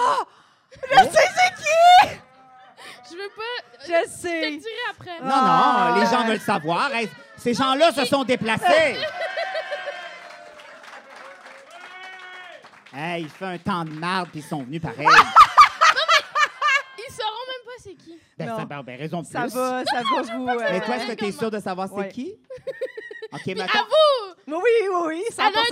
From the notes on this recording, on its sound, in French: Dans cet épisode Live un brin crunchy